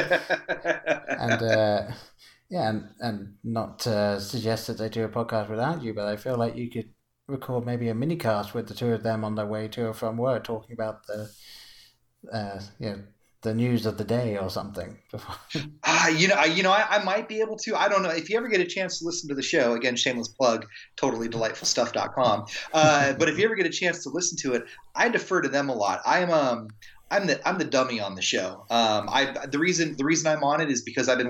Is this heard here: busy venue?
no